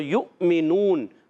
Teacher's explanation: یہ واو سائلنٹ ہے، اس کے اوپر جو حمزہ لکھا ہوا ہے اس حمزہ کو پڑھیں گے